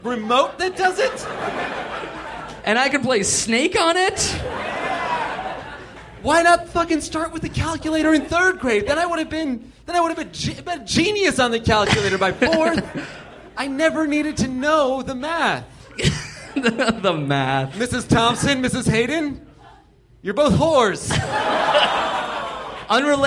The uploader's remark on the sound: Live at the Hollywood Improv!